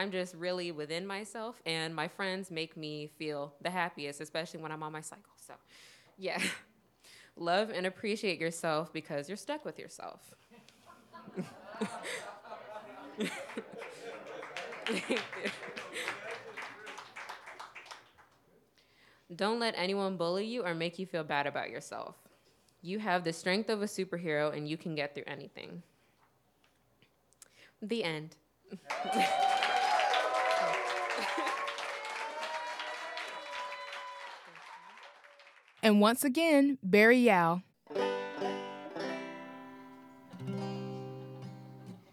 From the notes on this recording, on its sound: Each episode of Crash Radio features local musicians, writers, and storytellers presented as a live event in Asheboro, NC, which is then edited for broadcast. This episode was recorded live in The Table.